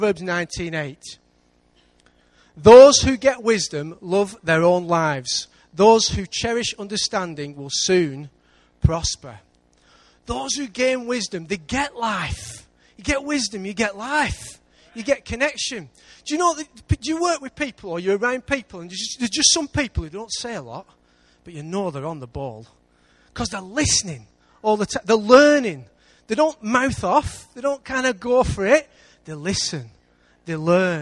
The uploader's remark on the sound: Recorded live at Life Church Lancashire.